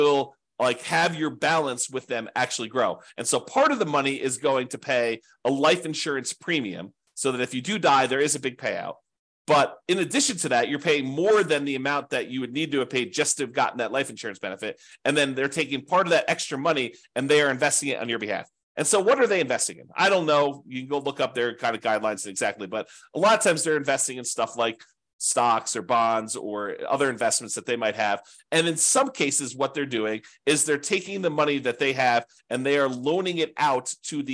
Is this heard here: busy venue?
no